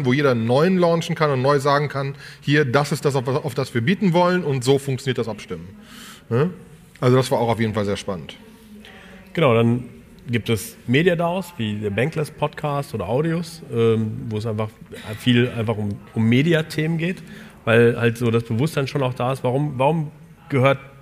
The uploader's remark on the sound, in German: Diesmal eine Live Show von dem Digitale Leute Summit in Köln